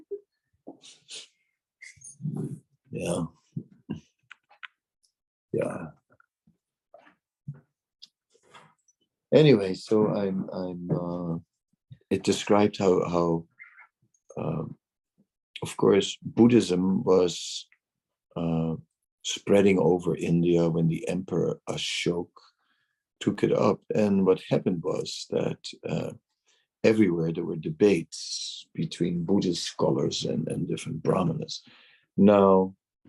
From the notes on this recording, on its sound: Zoom Meeting